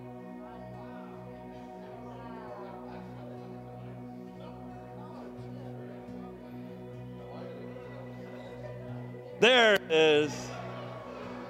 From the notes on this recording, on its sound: Sunday Service Recording